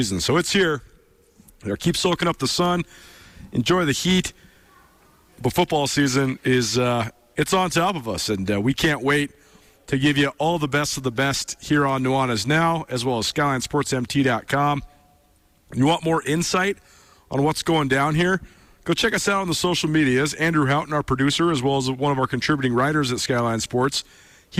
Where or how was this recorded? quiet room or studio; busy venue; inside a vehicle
busy venue